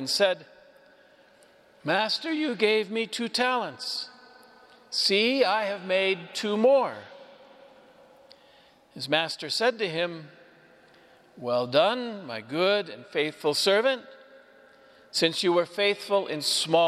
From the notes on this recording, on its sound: Homily delivered to the Catholic Community of Saint Francis, Cuenca, Ecuador.